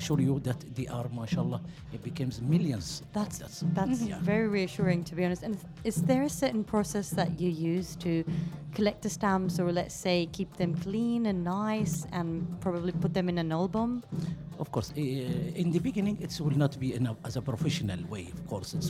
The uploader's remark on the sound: Live from SHD 2023